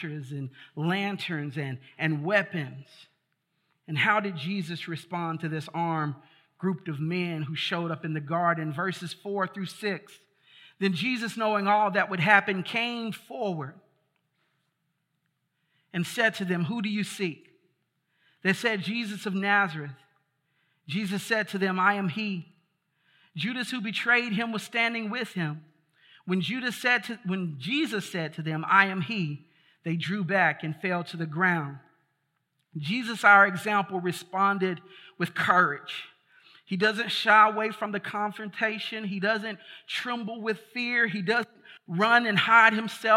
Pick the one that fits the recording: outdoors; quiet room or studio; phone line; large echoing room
large echoing room